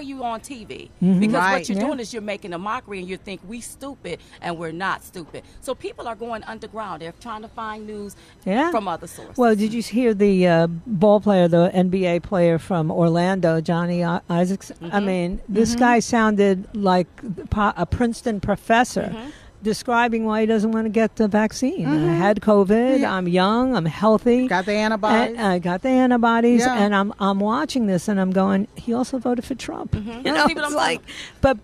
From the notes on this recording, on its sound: Live From Washington. At the Hold Their Feet to the Fire Rally in Washington, D.C.